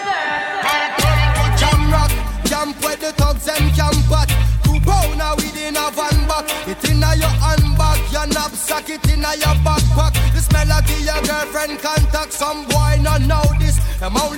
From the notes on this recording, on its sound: Live party audio from Island Saturdays on Nov 18